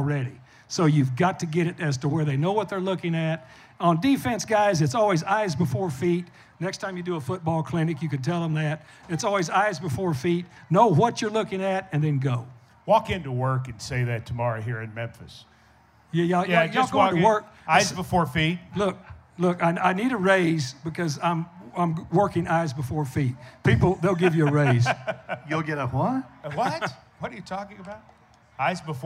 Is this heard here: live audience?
yes